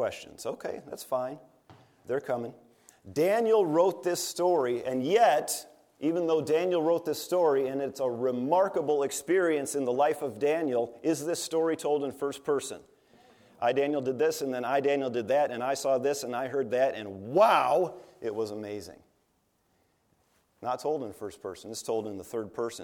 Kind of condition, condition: setting, large echoing room